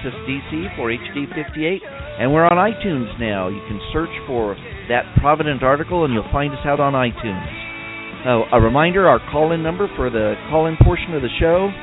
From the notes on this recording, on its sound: we'll allow time for your phone calls